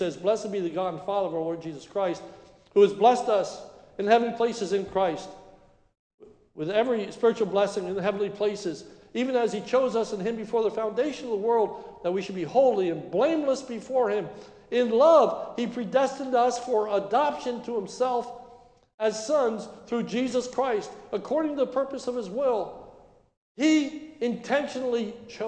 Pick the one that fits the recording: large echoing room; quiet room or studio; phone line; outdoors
large echoing room